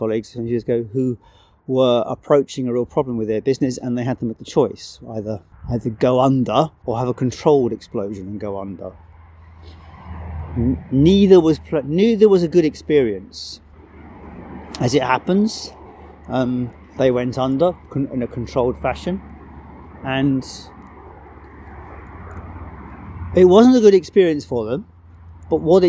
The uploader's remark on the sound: I am currently visiting my son and recorded this show outside, so the audio quality, will be a little different, and there will be birds and traffic.